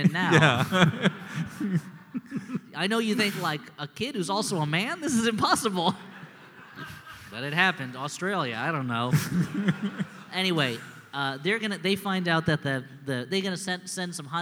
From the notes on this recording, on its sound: We dig into our vaults to bring you this live The Great Wall episode, from the Philly Podcast Festival!